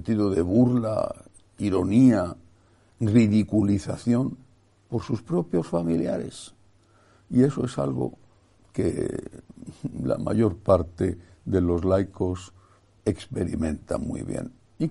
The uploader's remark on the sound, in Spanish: Iglesia de María Virgen Madre.